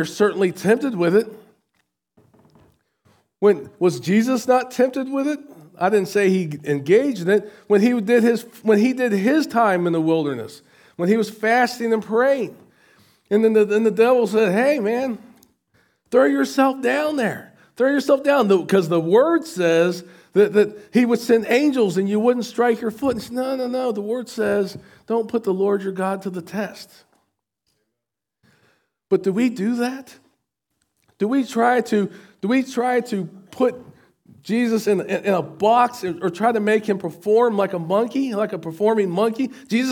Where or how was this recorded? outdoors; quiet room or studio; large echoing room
large echoing room